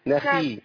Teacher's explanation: الخاء لما تكون مكسورة تبقى ضعيفة جدا